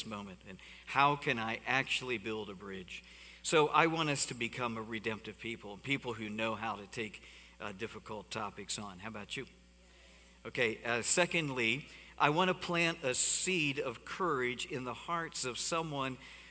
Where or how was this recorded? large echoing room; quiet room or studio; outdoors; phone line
large echoing room